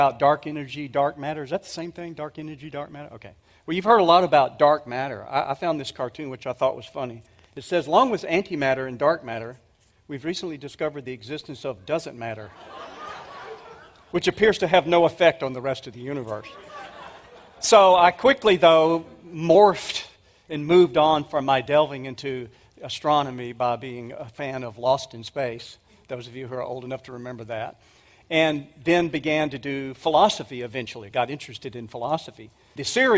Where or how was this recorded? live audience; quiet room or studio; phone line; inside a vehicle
live audience